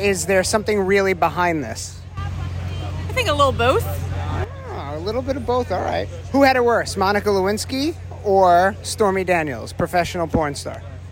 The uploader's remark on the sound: LIVE from The Palm Beach International Boat Show, March 24th 2023. Hear what your peers think as they stroll the boat show!